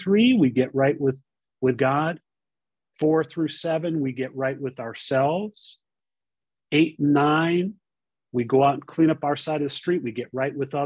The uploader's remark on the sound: Recorded at the 100+++ Pounder Special Focus Meeting